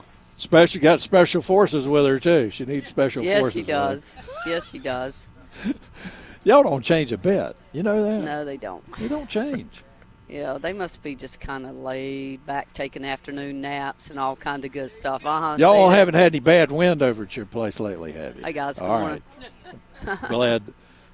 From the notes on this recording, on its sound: broadcasting live from Campbell Road Nursery